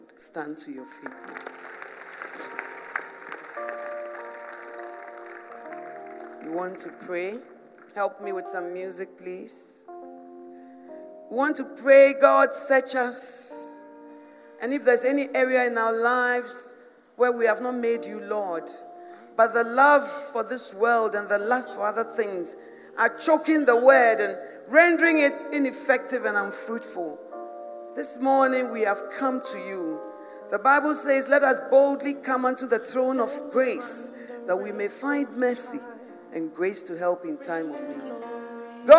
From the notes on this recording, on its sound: Preached in 2017 at The Spiritual Woman Conference